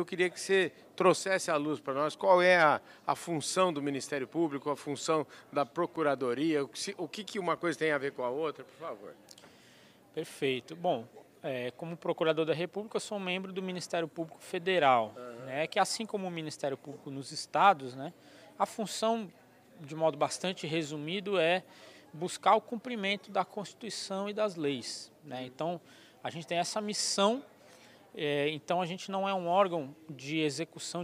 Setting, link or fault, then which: setting, busy venue